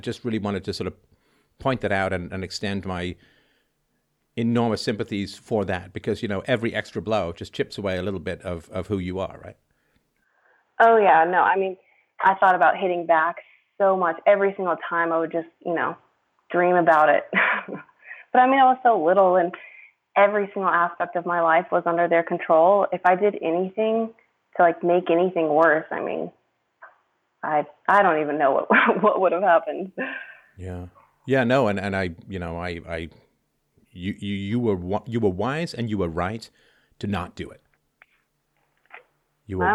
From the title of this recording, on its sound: Freedomain Call